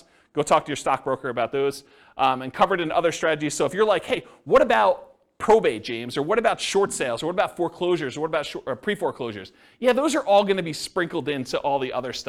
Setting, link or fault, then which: setting, live audience